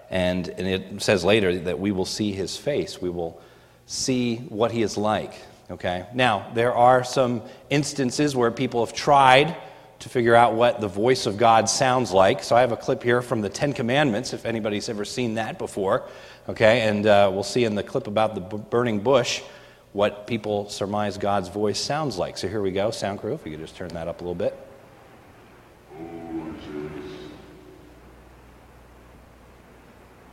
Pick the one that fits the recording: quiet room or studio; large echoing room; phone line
large echoing room